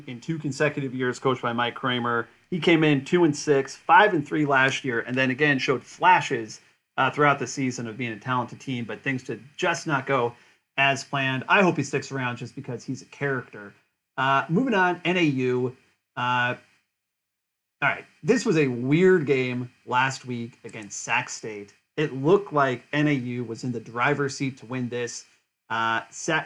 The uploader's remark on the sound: We had some audio issues so apologies for the graininess throughout.